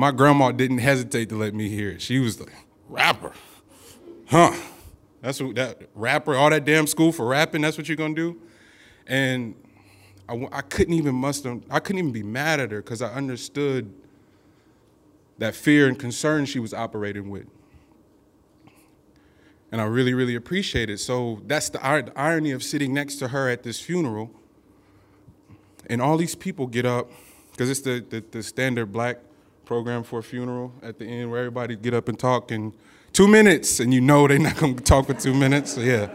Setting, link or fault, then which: setting, busy venue